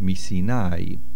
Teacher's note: Misinai. The main accent is on the nun.